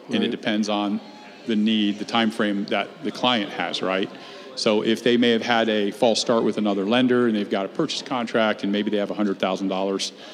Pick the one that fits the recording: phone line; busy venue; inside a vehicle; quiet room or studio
busy venue